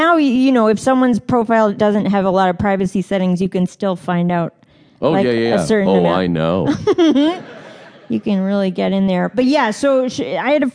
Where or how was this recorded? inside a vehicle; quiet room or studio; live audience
live audience